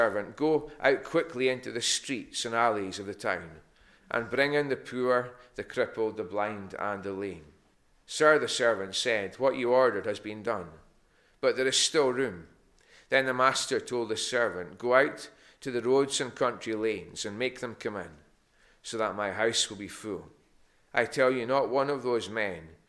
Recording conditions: large echoing room